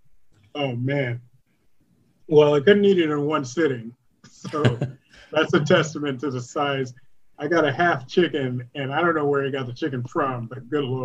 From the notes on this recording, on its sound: Recorded Live on Zoom